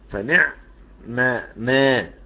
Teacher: توالي امثال، والعرب يتخلص من توالي الامثال يا بالادغام يا بالحذف، فهنا ادغم الميم في الميم، فلما ادغم الميم في الميم التقى ساكنان، الساكن الاول فنعم ما ما، العين ساكنه والميم اصبحت مشدده · العين ساكنه والميم اصبحت مشدده فبقى ساكن فمتحرك فالتقى ساكنان